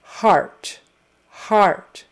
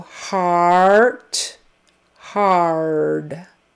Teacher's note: And the A-R sound is, you're going to start with the ah vowel. Ah, which is kind of a short O sound, ah, and then your tongue moves back and up for the R.